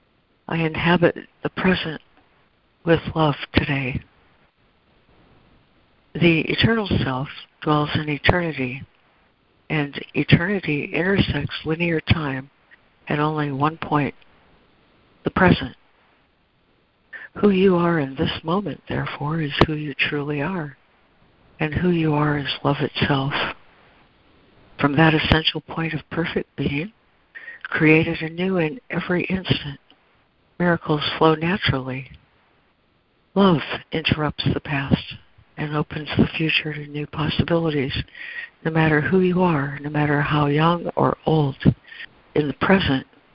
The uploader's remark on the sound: ACIM Daily Conference Call